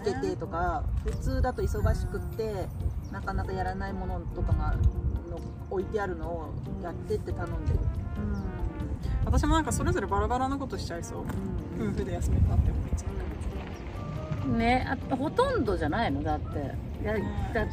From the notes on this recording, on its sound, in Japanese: 今回のエピソードは屋外で緊急収録したため雑音が非常に多いです。そのレッカー車待ちの間に緊急収録をする運びとなりました。